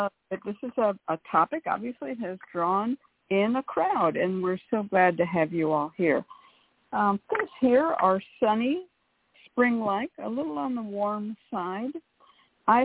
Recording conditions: phone line